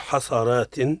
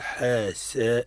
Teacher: ملاحظة هنا في السين، لا نقول حصرات بل نقول حاساء، السين مرقق، فرق بين حصاء وبين حساء · Shown in: second take